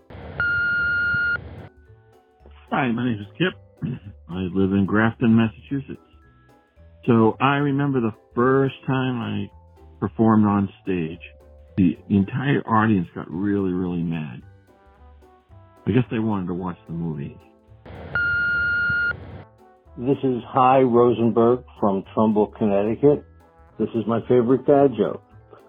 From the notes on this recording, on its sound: I have compiled jokes recorded by our listeners through my voicemail service over the past week.